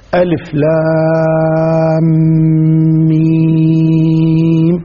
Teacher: وطريقة قراءتها أن تمد اللام ست حركات وتمد الميم ست حركات، ألف لام ميم، هذه القراءة الصحيحة أن تمد اللام ست حركات ثم تدغم بالميم ويعطى الإدغام الغنة ثم بعد ذلك تعطى الميم ست حركات، هذه القراءة الصحيحة لهذه الآية. · Term: إدغام الميم مع الميم